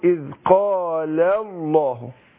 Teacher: اللام على الأصل هترقق واللام لفظ الجلالة تفخم، بس أفصل بينهم لأنها هنطق لامين ورا بعض وهتسقط همزة الوصل اللي هي إيه بتاعت الله، اللي هي الألف الأولانية دي اللي هي ألف الوصل.